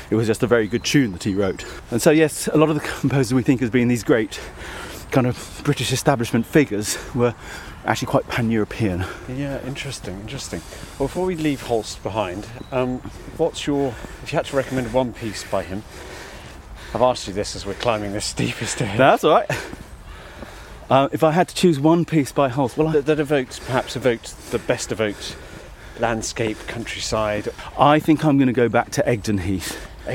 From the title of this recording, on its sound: while wandering in the Cotswold Hills